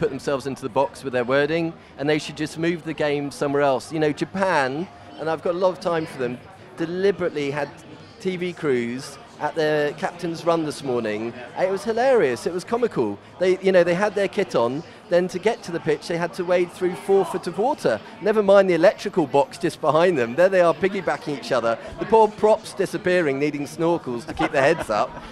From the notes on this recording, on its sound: From our original home, Barasti